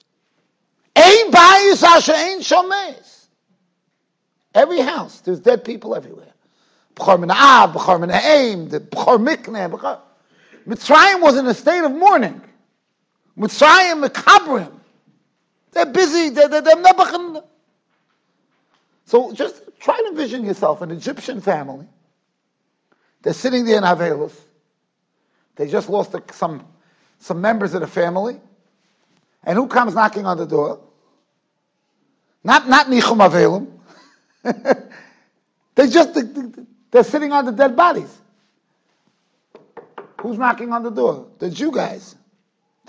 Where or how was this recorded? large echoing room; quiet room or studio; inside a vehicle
large echoing room